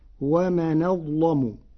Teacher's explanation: قرأ ورش كلمتي ومن أظلم بنقل حركة الهمزة إلى الساكن قبلها وتغليظ اللام فيقولها ومن ظلم، وهي لغة من لغات العرب.